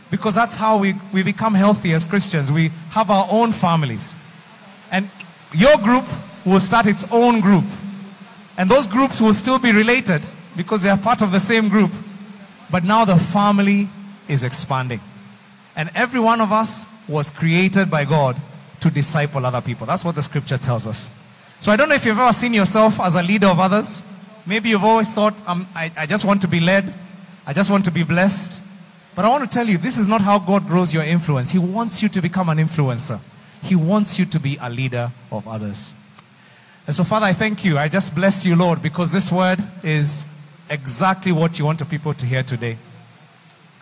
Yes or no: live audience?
yes